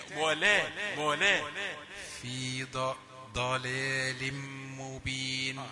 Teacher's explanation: الضاد هي حرف مفخم لكن بعدها مرقق